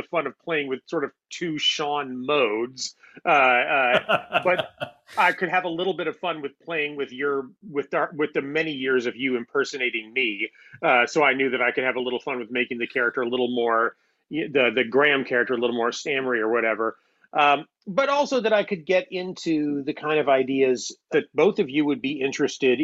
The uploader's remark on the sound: This podcast was recorded over Zoom. In the area around New York City.